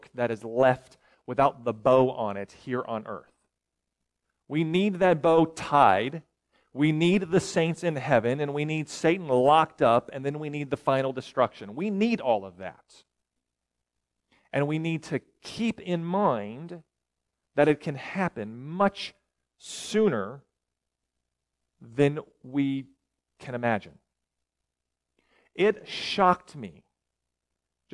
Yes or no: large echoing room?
yes